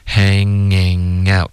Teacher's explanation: 所有的鼻音都是靠后鼻音的，大家练这一段的时候要注意，不要动舌尖，它只是后鼻音连读